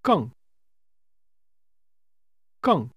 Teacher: it's pronounced with a falling tone